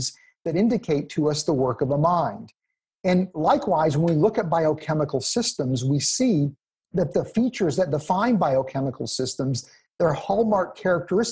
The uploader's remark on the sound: 2020 Zoom Conference